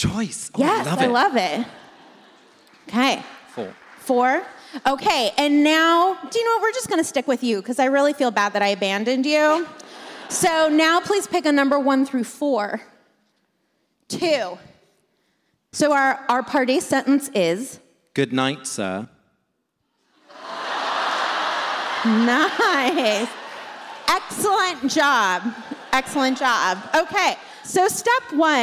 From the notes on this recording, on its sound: Live from Washington, D.C. This week we come to you live from our show in Washington, D.C.